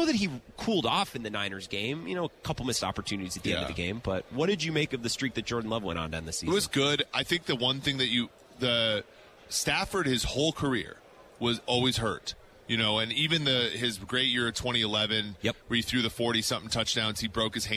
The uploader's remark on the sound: Radio Row Day 1. Broadcasting live from the Super Bowl's Radio Row in Las Vegas!